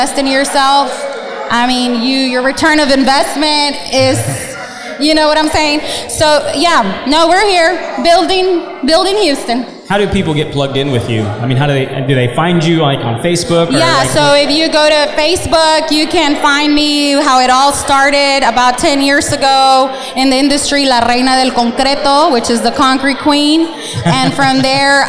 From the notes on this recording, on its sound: We interviewed for over 2 hours at the Contractors Network LIVE event in Spring TX and had an absolute blast.